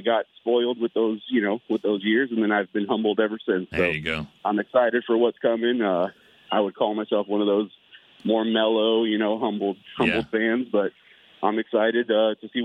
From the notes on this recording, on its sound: The fans called in with a mix of excitement, nerves and anxiousness.